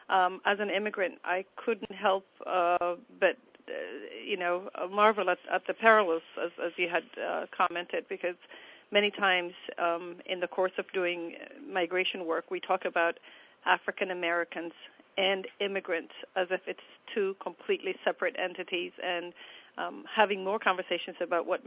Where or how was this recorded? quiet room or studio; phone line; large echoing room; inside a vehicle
phone line